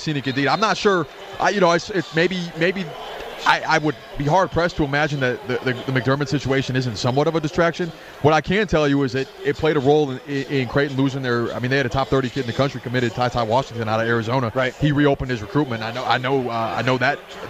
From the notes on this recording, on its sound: Live from the most exciting March Madness party on the planet, Hoops & Hops inside the Chelsea Theater at the Cosmopolitan of Las Vegas.